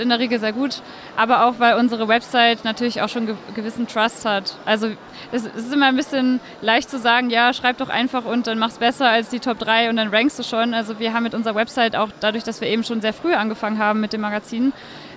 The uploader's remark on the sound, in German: live und direkt auf der OMR 2022